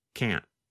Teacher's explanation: Instead of pronouncing the T, your tongue just comes to a stop against the hard part of the roof of your mouth just behind the upper front teeth · Term: held T